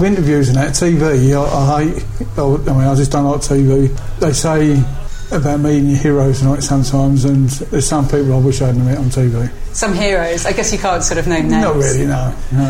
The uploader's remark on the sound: Mutual local pub, Blackheath’s The Royal Standard.